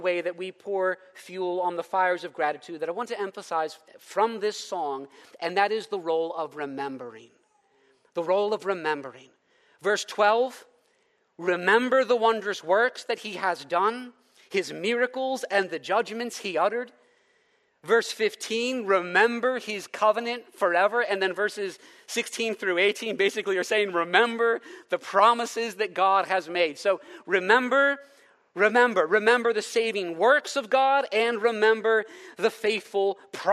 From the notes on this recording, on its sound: preached in the first session at our Leaders Retreat on May 5, 2023